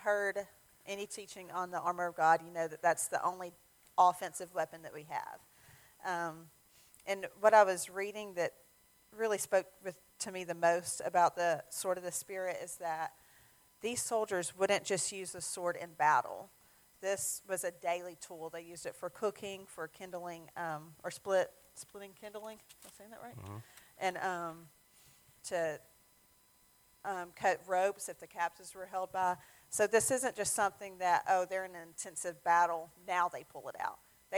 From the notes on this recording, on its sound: Sermon audio from our Mother's Day service